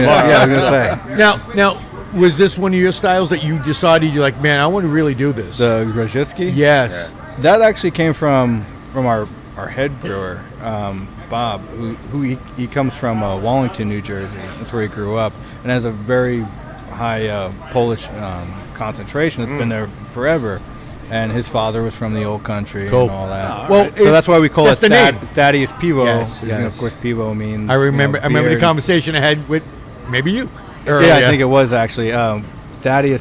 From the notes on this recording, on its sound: Live at AC Beerfest. AC Beerfest LIVE at Bader Field in Atlantic City NJ.